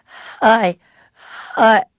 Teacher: there's a delay on the cord closing